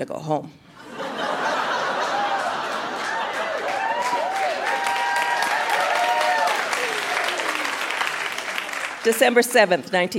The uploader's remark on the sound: Recorded live at the Park Theatre in Winnipeg.